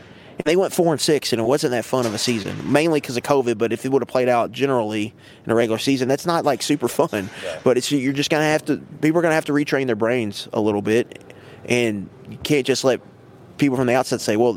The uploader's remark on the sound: Live from NFL Combine. Live once again from the NFL Combine in Indianapolis.